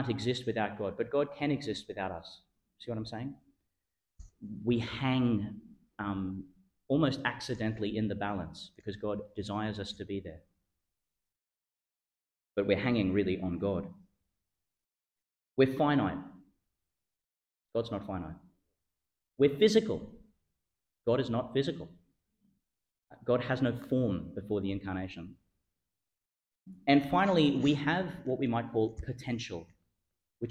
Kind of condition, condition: setting, large echoing room